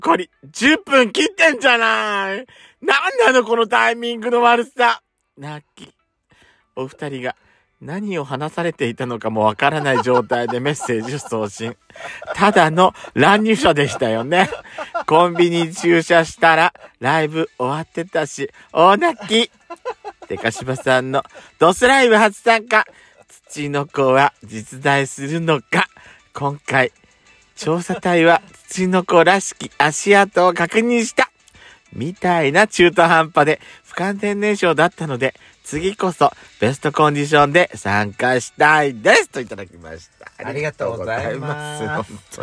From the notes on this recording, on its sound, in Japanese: From Radiotalk。パーキング収録。